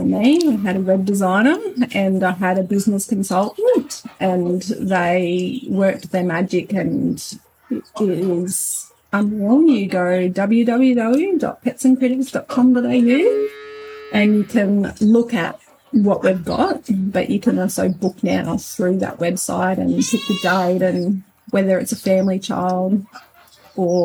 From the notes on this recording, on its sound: We have a noisy episode for you this week